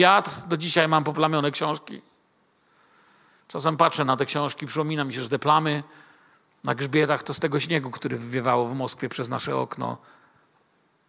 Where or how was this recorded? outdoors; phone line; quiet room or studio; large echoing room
large echoing room